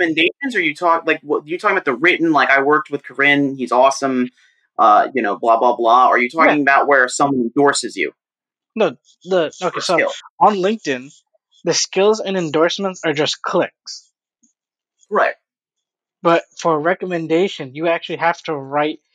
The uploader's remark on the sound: The "Quarantine Edition" podcast episodes were recorded and produced with the limited equipment available to us due to the COVID-19 pandemic and corresponding lockdown. Pardon the suboptimal sonics of these first 2 episodes.